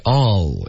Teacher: 音节结尾的 L 的音舌尖得顶着上颚